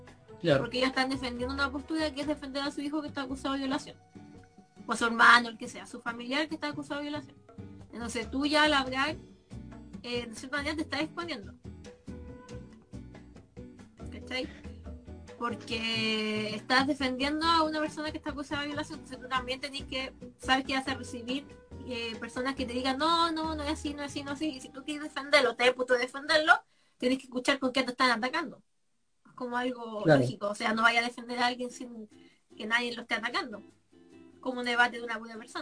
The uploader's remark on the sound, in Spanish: presentamos el formato, que es en vivo por instagram